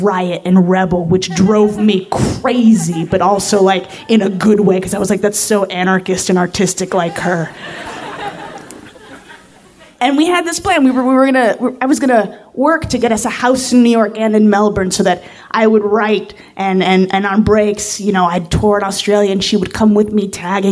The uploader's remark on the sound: Live from San Fran 2015